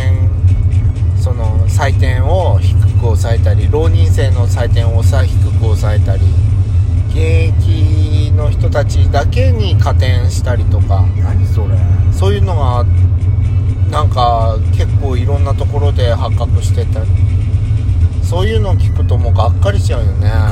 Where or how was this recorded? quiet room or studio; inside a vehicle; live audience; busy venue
inside a vehicle